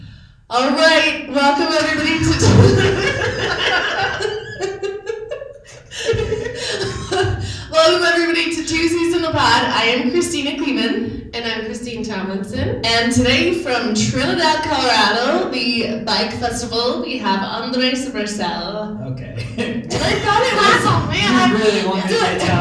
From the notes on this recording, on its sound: live from The Chief Bicycle and Comedy Festival in Trinidad, CO!